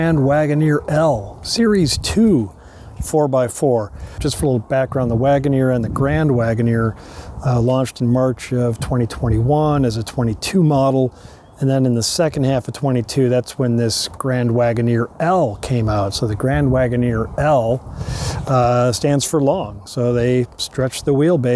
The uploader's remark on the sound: Takes you along for a live drive review to show you how the Grand Wagoneer L performs in real-time.